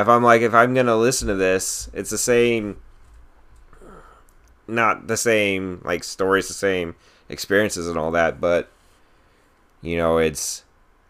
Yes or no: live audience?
no